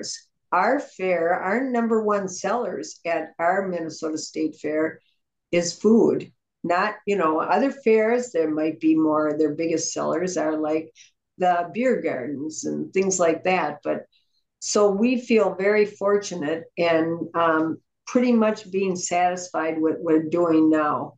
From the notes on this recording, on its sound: A Zoom sit-down conversation